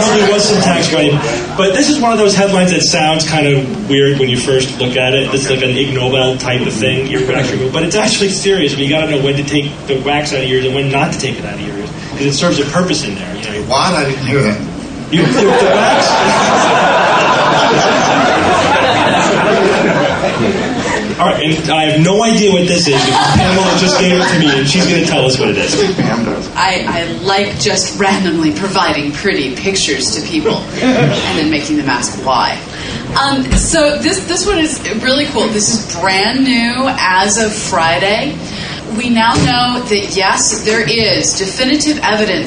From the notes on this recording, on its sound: Live from DragonCon 2008. Live Questions.